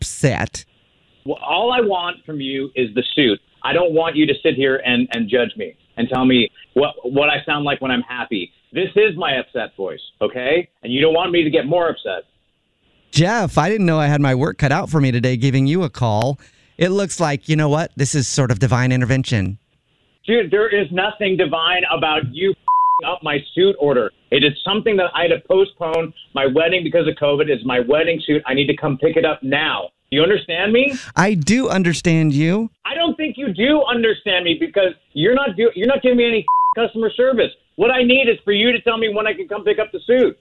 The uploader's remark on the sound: Phone Prank